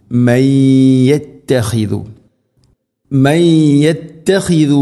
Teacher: സാക്കിനാ നൂന് ശേഷം യാ, നൂനിനെ യാഇലേക്ക് കൂട്ടിലയിപ്പിച്ച് മണിച്ചുകൊണ്ട് ഉച്ചരിക്കണം